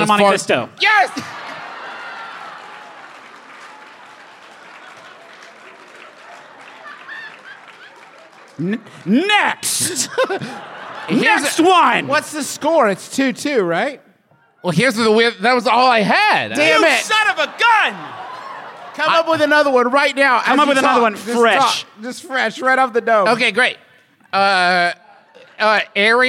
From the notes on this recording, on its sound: It’s the one and only MBMBaM live show of 2021, from the beautiful Grand Sheraton in Seattle for Emerald City Comic Con